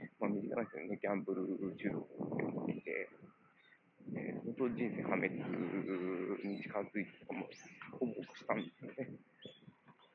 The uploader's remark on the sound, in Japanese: 歩きながらとりとめもない話をしています